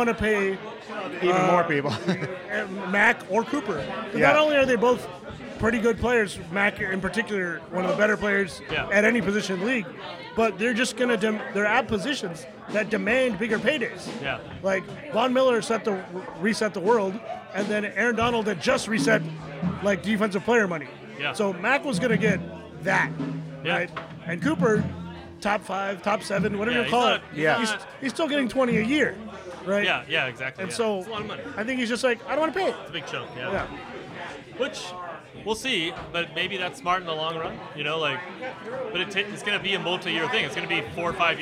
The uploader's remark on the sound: recording at World Famous Paul & Eddie’s Monte Vista Inn in Cupertino, California